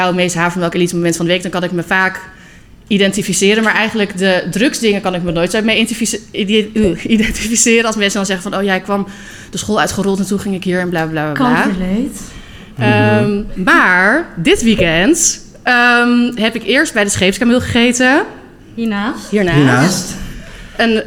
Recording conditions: busy venue